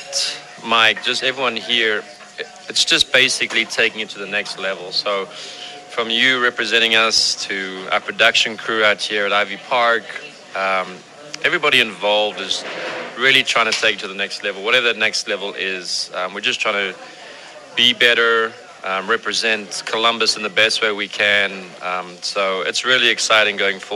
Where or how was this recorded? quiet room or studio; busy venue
busy venue